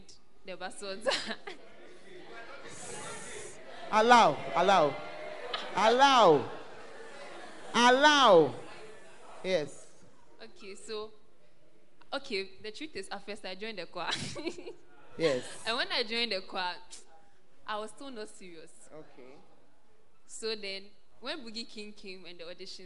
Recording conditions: live audience